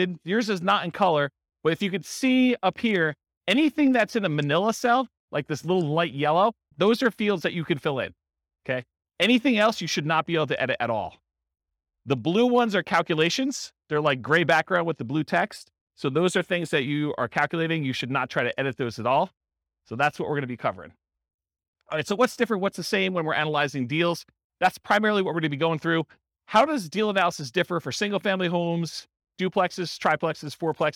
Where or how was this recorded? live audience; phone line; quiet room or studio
live audience